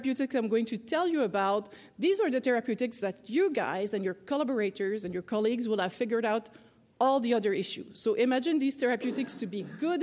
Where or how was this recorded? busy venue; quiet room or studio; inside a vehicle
busy venue